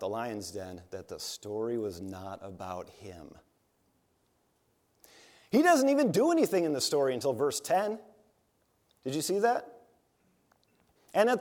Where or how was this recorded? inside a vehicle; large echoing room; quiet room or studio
large echoing room